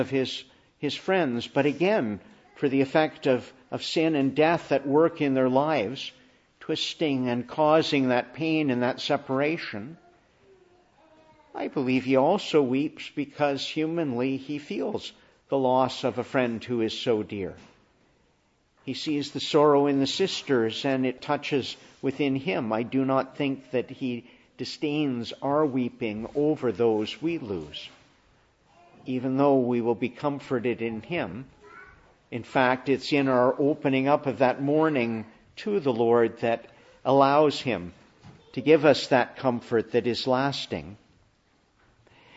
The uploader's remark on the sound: Morning Service. Preached in the Annunciation of the Blessed Virgon Mary, Ottawa.